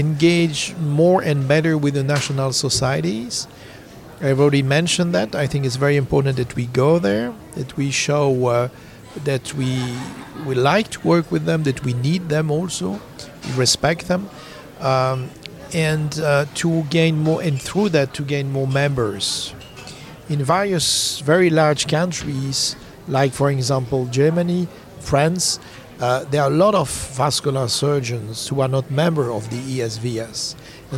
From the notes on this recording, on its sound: Live from the ESVS Annual Meeting held in Belfast in September 2023. This time at the Podcast Corner.